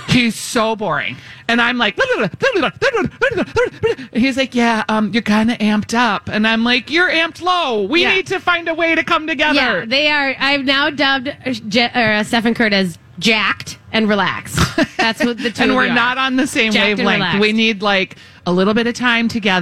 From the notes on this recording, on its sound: Live at the MN State Fair. State Fair Saturday.